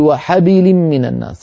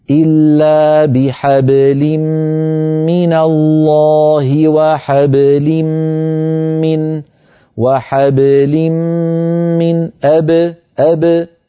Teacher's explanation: الباء ساكنة لا تتأثر بالفتحة قبلها ولا بالكسرة بعدها · Shown in: second take · هكذا إلا بحبل من الله وحبل من وحبل من أب أب، باء ساكنة ليس فيها أثر لا لفتحة ولا لكسرة، وقيس عليها كل ما يأتي من حروف القلقلة.